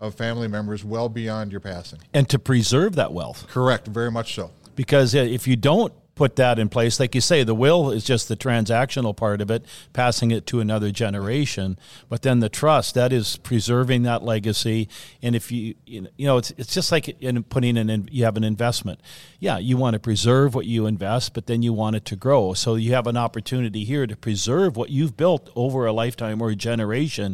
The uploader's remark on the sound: Farmland Market Updates, Live From the Arizona Land Seminars.